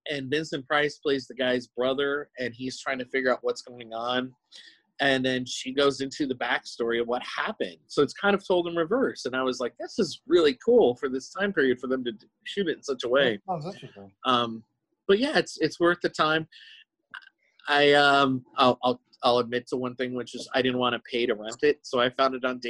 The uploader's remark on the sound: hit Zoom